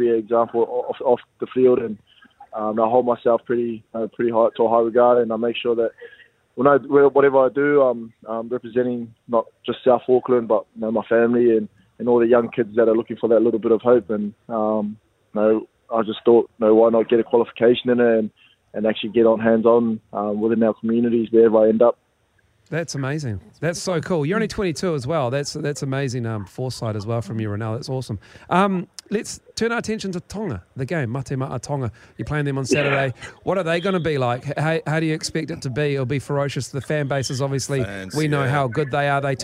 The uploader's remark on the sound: We are joined on the phone